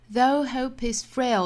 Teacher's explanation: though 和 hope 的元音在英音里口型是一样的，都是发 o